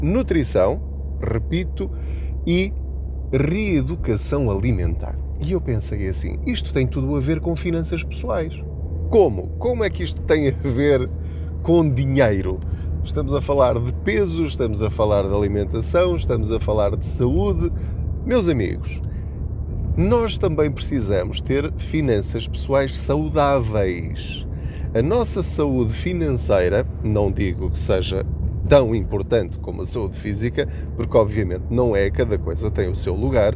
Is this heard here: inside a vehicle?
yes